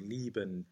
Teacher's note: the D again is, because of this Auslautverhärtung, it's a T sound, liebend. Exactly.